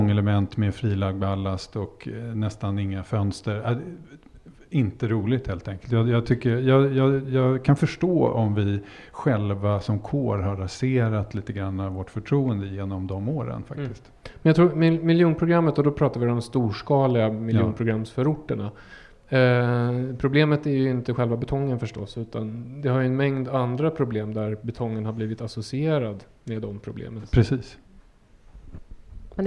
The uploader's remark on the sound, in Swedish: BETONGMAFFIAN LIVE FRÅN ALMEDALEN